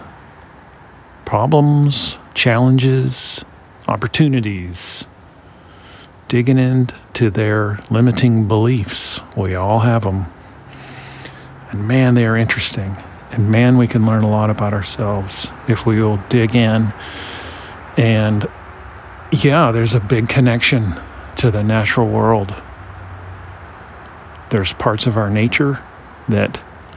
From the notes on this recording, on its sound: As the sun was setting, I made this short recording in my backyard. Short Form Audio Shipped from the Field.